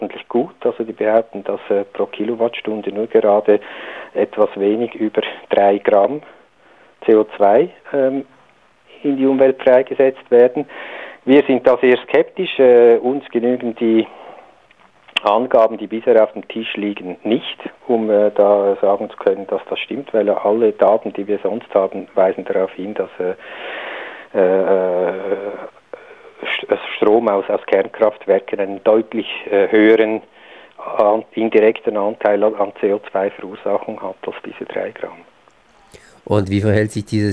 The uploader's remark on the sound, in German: am Telefon